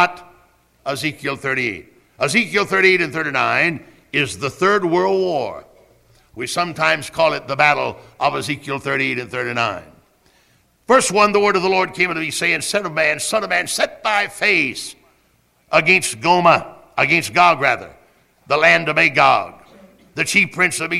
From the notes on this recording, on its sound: Originally preached at Tabernacle Baptist Church in Greenville, SC on March 17, 1974.